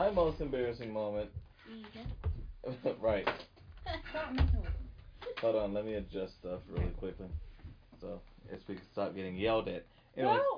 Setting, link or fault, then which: fault, sounds in the background